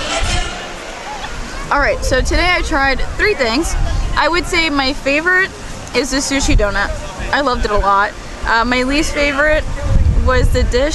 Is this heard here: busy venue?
yes